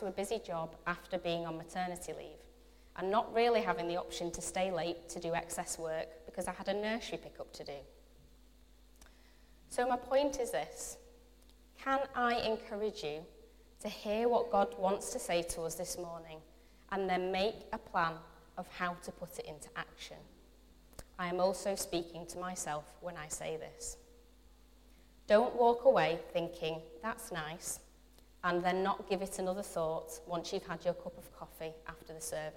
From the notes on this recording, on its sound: Recorded from our Sunday morning service. Metro Christian Centre - Bury.